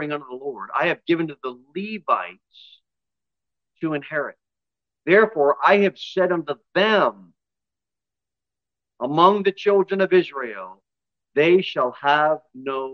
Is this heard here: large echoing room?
yes